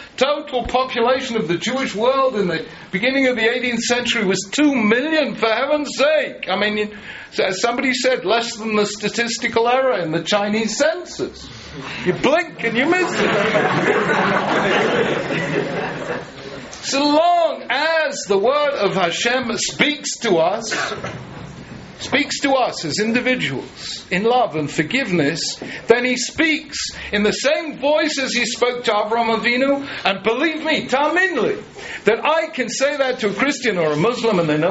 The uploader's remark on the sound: This is a recording of a shiur at Eretz HaTzvi. Including short Q&A.